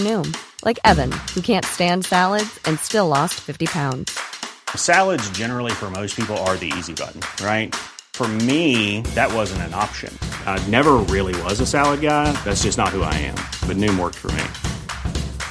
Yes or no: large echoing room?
no